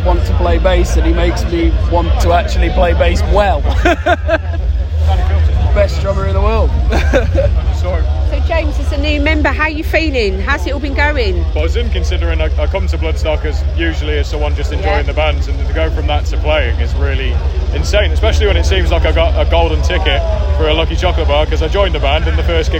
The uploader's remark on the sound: Just after their set at the festival